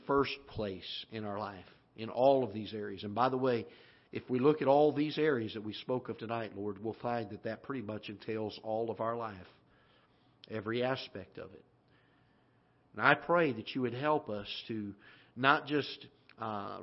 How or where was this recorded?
large echoing room